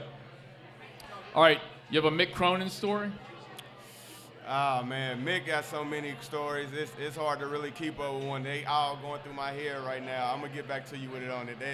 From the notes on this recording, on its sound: LIVE at Mio's in Clifton!